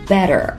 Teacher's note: W-O-R-R-Y, worry,表示担心、担忧的意思。大家发音的时候可以控制一下口型，嘴巴呀不要张得太大，说成了 worry,像这样就可以了，worry。对了， I'll 是 I will 的缩略形式，要注意字母 L 的发音方式，咱们已经说过很多很多次了。对，就是舌尖放到上齿背后顶住，I'll。很好， Soon, S-O-O-N, Soon 表示很快的意思。结尾 better 这个单词在美式英语中一般说成 better，中间的字母 T 会发得比较接近字母 D 的声音，但是大家要自然一些，轻一些，不要故意去强调这个的的声音，说成了 better 而是 better 就可以了。好，现在咱们把整个句子连起来试试看。 Don't worry, I'll soon be better.再来， Don't worry